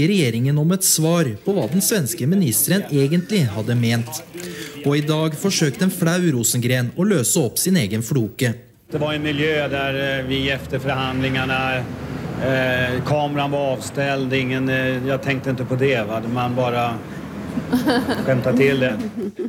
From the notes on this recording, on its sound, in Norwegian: Fra Holmen Bar, KÅKÅnomics 2019.